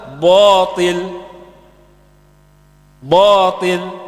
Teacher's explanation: Ta ini tebal. Sebagian orang karena melihat huruf ta maka menebalkan kalimat ba-nya. Padahal mestinya bacanya batil, batil, ya.